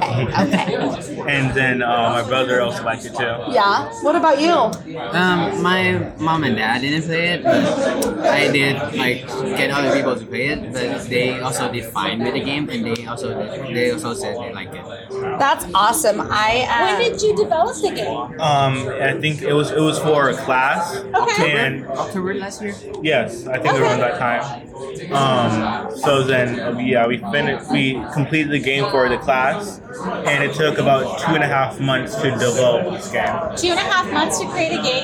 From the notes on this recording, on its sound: We're recording live from the Capital Creative Showcase 2023, a celebration of all things creative.